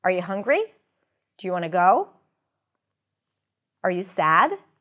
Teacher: So we start low and we go up. · Term: rising intonation